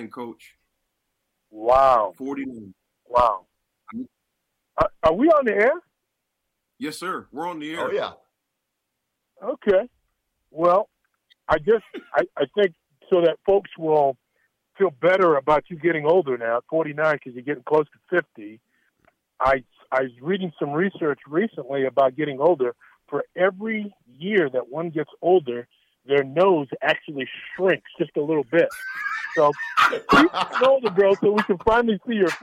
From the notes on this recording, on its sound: Calls into the show!